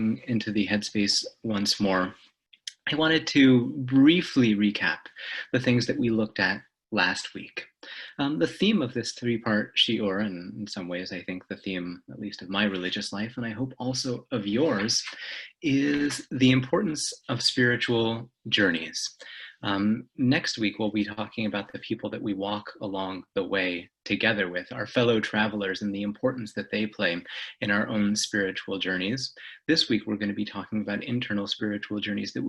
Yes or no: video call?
yes